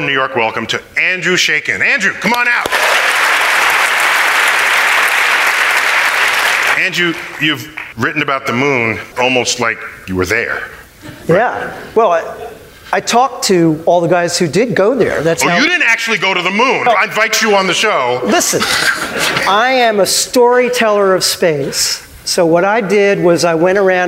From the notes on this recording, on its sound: StarTalk Live at Town Hall. On StarTalk Live’s mission to explore Town Hall in NYC.